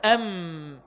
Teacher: الميم بانطباق الشفتين، انطباق الشفتين انطباق كامل، أم. الباء انطباق الشفتين ثم انفراج، أب.